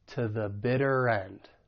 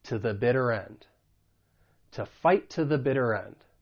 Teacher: the weak to is going to sound like ta